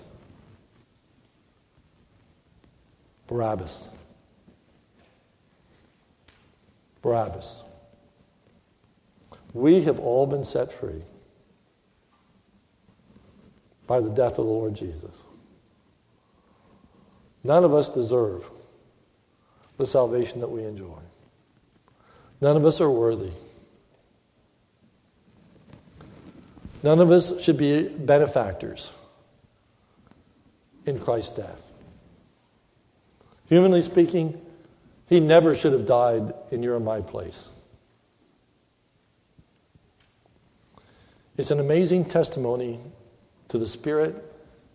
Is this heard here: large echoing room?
yes